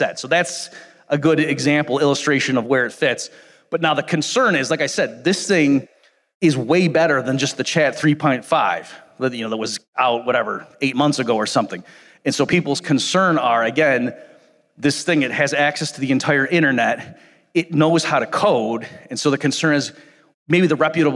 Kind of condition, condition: setting, live audience